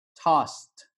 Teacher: But, and then next, like a coin that won't get tossed, T-O-S-S-E-D, if you're not looking at the lyric video, T-O-S-S-E-D, that S-E-D, it sounds like T, tossed